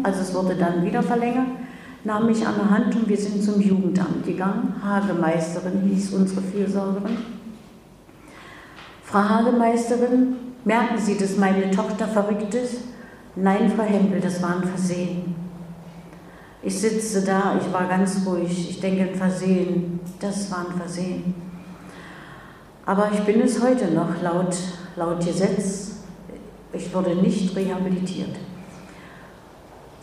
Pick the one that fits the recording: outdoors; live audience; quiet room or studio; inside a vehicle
live audience